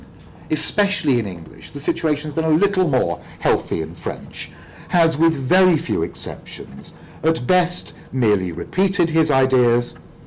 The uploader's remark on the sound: speaking at the African Athena conference